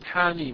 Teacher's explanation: الحاء مددتها حركتين والميم مددتها ستا